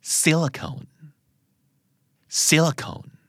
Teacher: พยางค์ที่สองเป็นชวานะครับพยางค์แรกถูกเน้นมากที่สุด